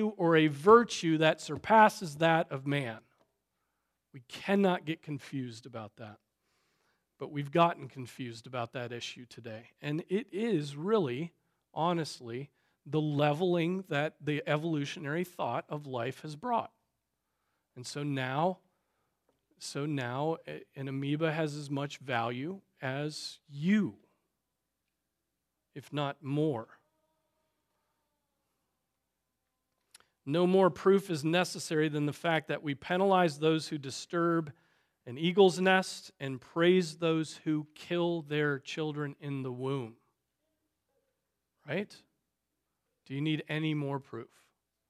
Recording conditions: large echoing room